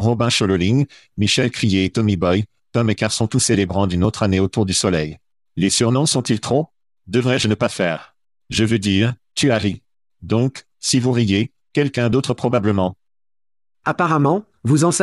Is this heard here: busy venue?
no